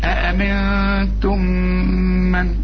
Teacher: ودي ميم وبعدها ميم إدغام، اوعى تنسى الغنة